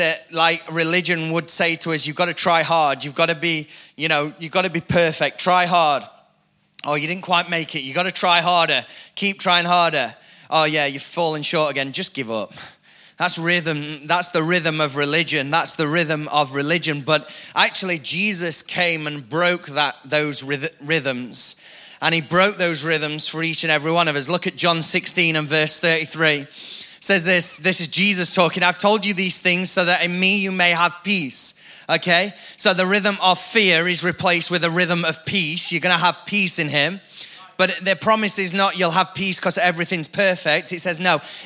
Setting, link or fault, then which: setting, large echoing room